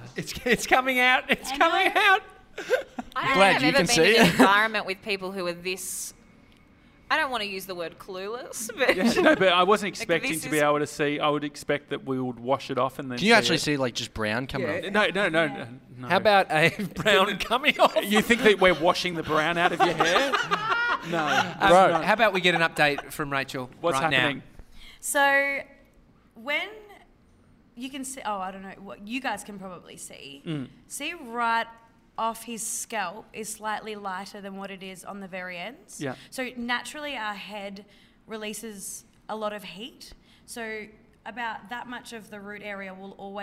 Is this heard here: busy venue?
yes